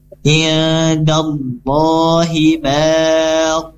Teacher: Namun apabila ingin waqaf berhenti ya, iyadallahi baq, maka ini dibaca qalqalah, qalqalah kubra, karena berada di akhir dari sebuah kalimat. Maka ini dibaca qalqalah yang terdengar pantulannya. Benar-benar jelas